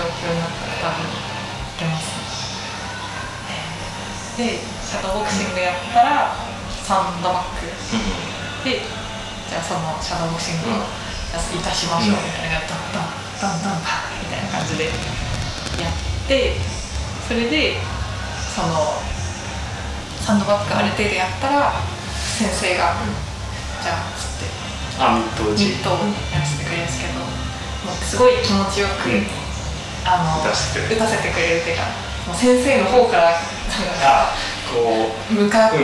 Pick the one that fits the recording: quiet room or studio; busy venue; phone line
busy venue